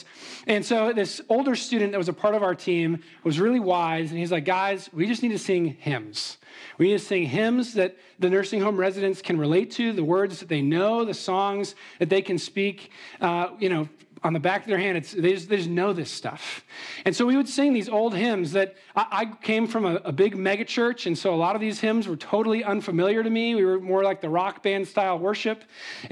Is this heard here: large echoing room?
yes